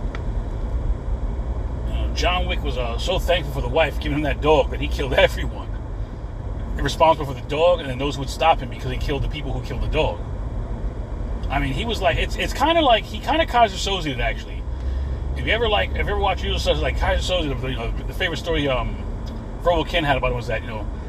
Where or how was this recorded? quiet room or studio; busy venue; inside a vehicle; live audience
inside a vehicle